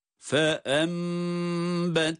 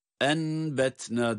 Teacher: Bakınız burada nun, cezimli nun ba harfiyle birlikte geldiği için burada nun ihfa ile değil ba kendisinden sonra gelmesi itibariyle iklab oluyor. Yani nun mime dönüşüyor. · Shown in: first take